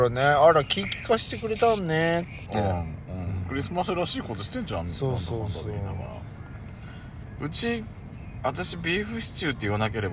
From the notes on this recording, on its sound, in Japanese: 2人組。パーキング収録。